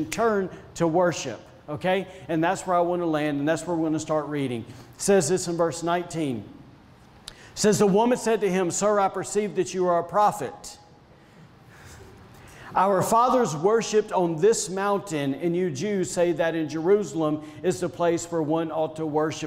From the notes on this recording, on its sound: was recorded on Sunday, May 23rd, 2021, during service at The Anchor Church in Rockport, Maine.